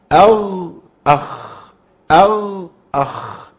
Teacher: ان الغين ما فيهاش هوا بيمشي، والخاء فيها هوا بيمشي، والاثنين فيهم صوت بيمشي.